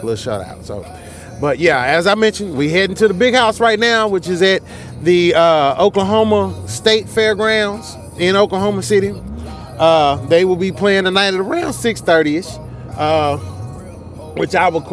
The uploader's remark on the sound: I'm coming to you live on the road to OKC.